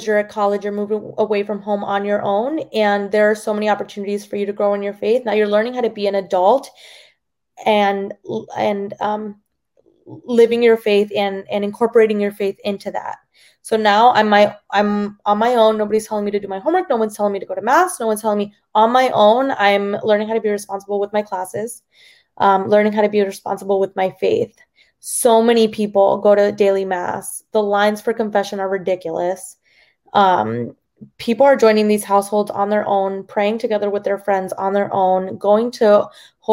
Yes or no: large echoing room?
no